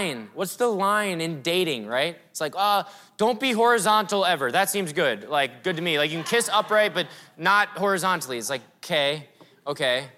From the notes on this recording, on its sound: Breakout session a few months ago at River Valley Conference 2023.